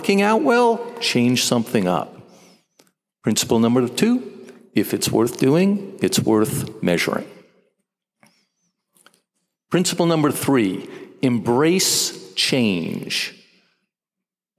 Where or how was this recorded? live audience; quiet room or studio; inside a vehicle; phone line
live audience